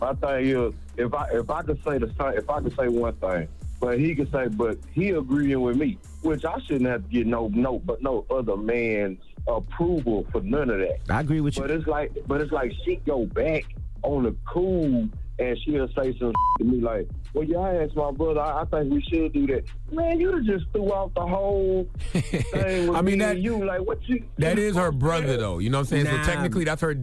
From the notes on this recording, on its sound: we opened up the phone lines